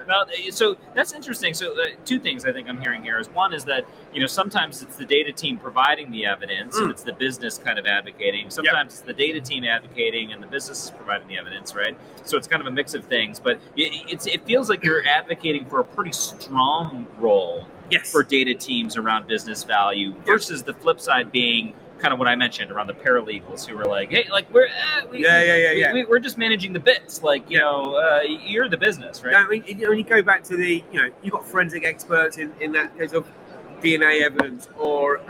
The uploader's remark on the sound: Live from #meandatastreets of Big Data London